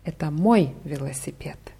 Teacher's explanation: Man kann natürlich das Wort мой betonen, wenn man betonen möchte, das ist mein Fahrrad